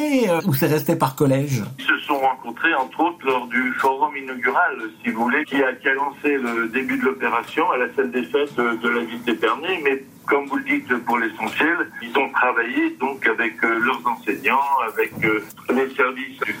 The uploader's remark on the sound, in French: Des propos recueillis par téléphone. De la rédaction de RCF Coeur de Champagne.